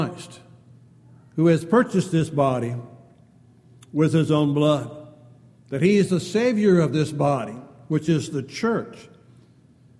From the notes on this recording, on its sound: Downtown Church Of Christ Audio Sermon